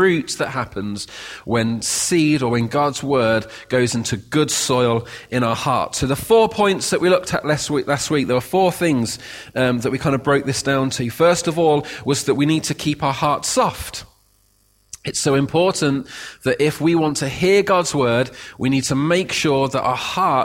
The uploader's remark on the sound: Recorded at freedomcentre church, Preston on Sunday 7th May 2017